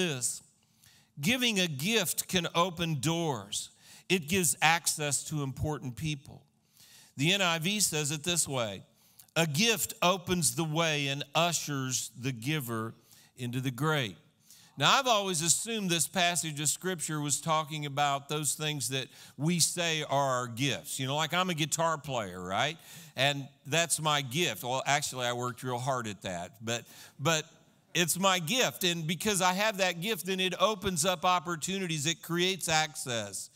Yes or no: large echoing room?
yes